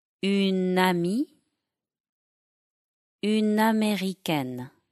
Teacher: The N is clearly pronounced. When une is followed by a vowel or an H, it will have a strong gliding. · Term: Gliding in N